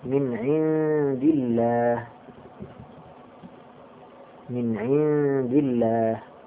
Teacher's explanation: إذا كان ما قبل لفظ الجلالة مكسورا فإن لفظ اللام في لفظ الجلالة يرقق